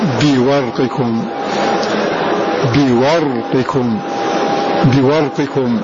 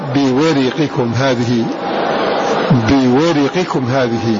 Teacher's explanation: وهم حمزة وشعبة وأبو عمرو قرأوا بإسكان هذا الراء · Shown in: first take · Term: الإسكان